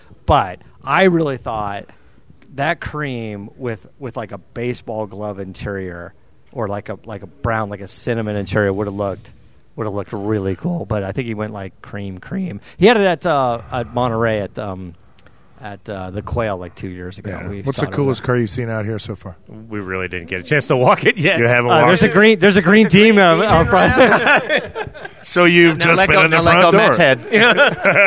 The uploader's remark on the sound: on location at the HRE Open house